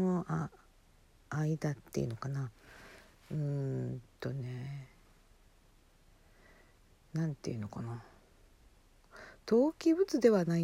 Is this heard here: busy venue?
no